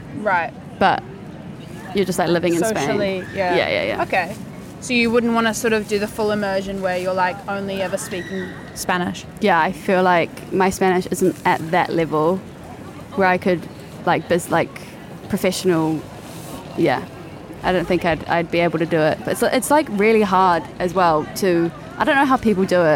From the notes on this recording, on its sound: Outdoor episode in soho.